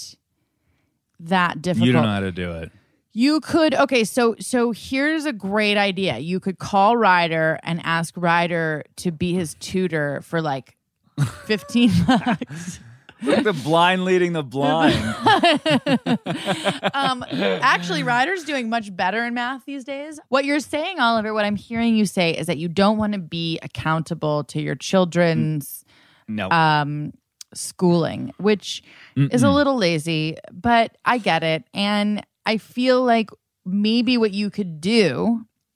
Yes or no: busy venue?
no